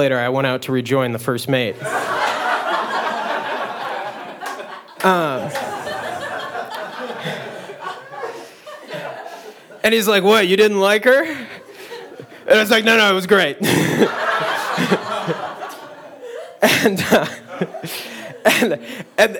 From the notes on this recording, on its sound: You never know what you'll get when the audience steps up to the mic.